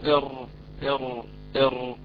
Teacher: يعني كانه ذاهب الى الخلف قليلا يتاخر قليلا عن مخرج النون، هذا هو مخرج الراء